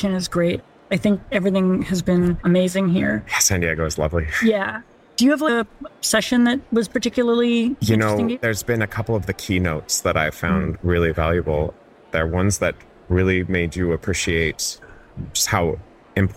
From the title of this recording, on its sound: Live From The RubyConf Hallway Track